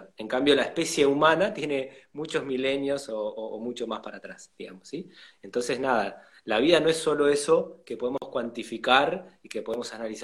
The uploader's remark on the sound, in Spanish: Audio de la charla en VIVO por Instagram